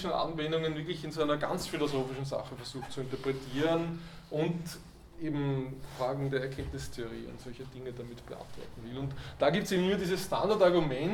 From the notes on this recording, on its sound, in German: Diese Vorlesung wurde von Studierenden aufgenommen